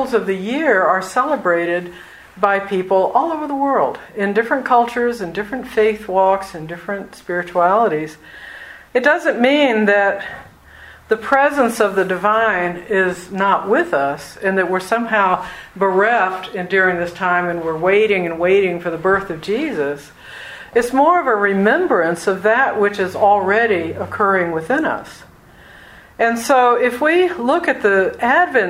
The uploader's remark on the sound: recorded December 5th, 2021 during mass at Our Lady of the Angels Inclusive Catholic Community